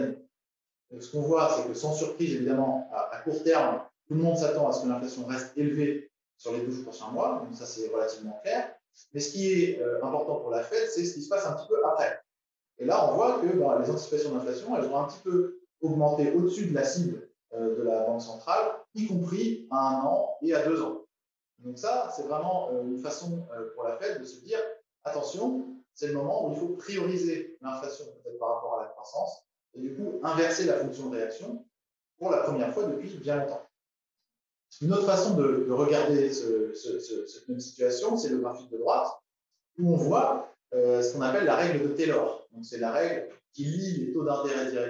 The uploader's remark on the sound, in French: le replay de la conférence live